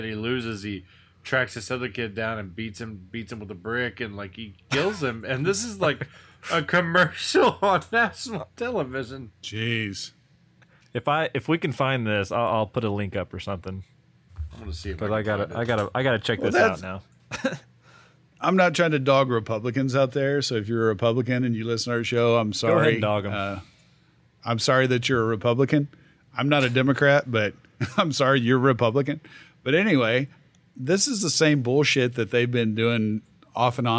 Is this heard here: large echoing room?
no